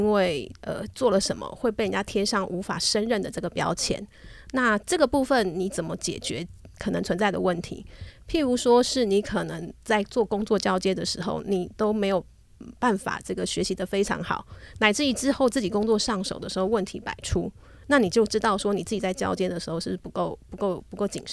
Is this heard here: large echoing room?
no